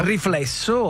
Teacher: alterna consonanti liquide RL e fricative come FS, scorrendo senza inciampi o suoni duri